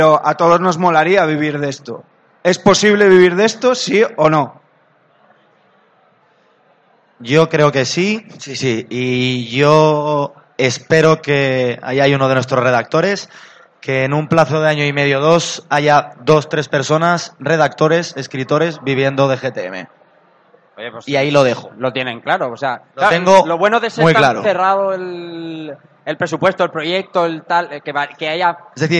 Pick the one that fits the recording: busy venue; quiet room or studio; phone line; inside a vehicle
busy venue